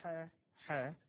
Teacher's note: شوف تطلع الحا ومعها النفس معاك، فكأن الحرف ضعف إنه يملى المكان بتاعه فطلع معاه هوا، فهنا الهمس بمعنى الضعف الضعف.